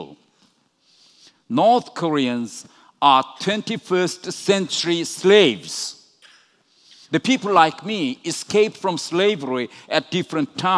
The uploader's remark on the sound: recorded at the 2019 Oslo Freedom Forum in New York